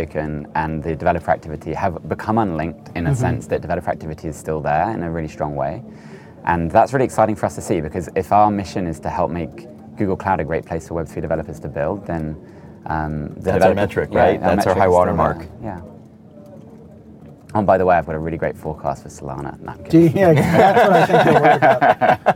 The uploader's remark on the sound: recorded at Paris Blockchain Week 2023